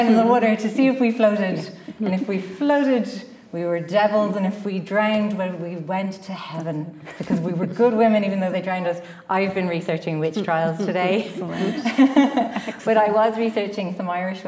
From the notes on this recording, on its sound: This panel discussion, recorded live in MoLI’s Old Physics Theatre.